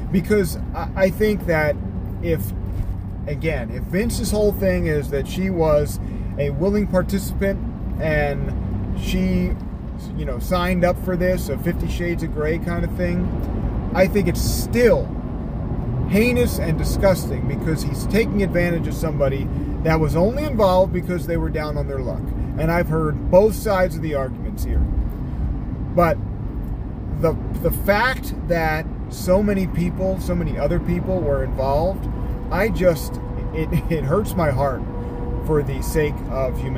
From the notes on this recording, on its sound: in the car DRIVING